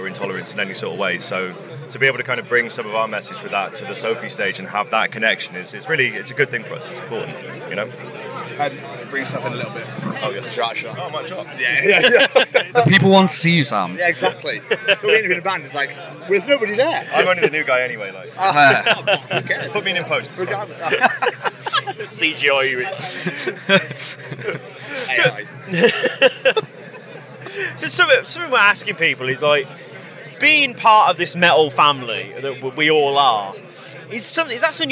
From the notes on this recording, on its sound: Live from Bloodstock 2023